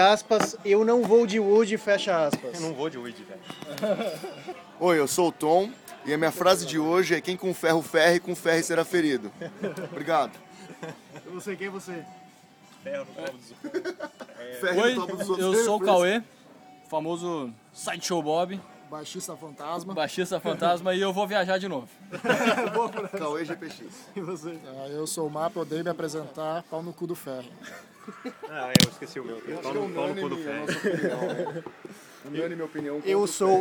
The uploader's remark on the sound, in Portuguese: Este episódio foi gravado na mesa do bar